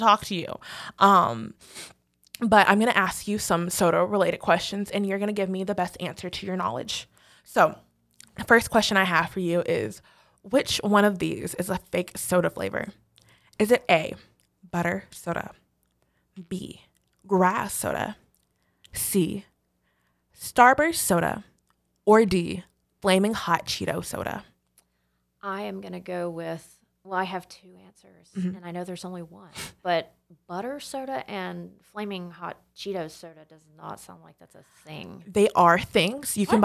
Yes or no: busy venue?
no